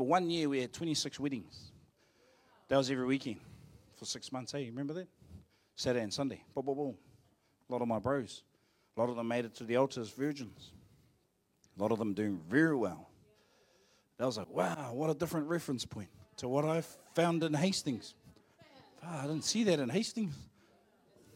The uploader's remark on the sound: Live From IwiTapu Destiny Church Hawkes bay